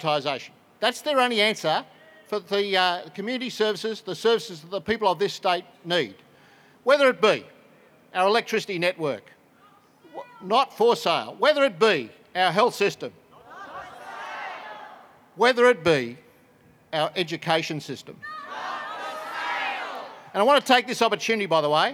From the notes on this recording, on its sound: NSWTF Bridge Street Rally. The NSW Teachers Federation held a public rally outside the Department of Education in Sydney.